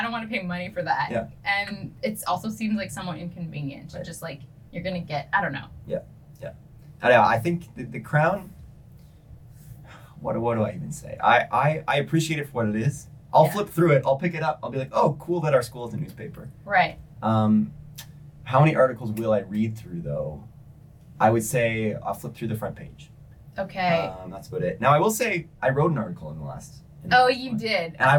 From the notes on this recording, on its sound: Sorry for the poor audio quality, it will be fixed for next week's episode.